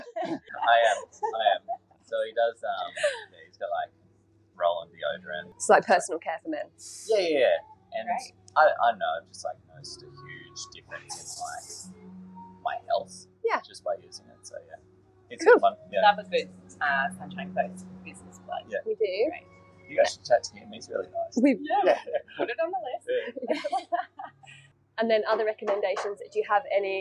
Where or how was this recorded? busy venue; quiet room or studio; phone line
busy venue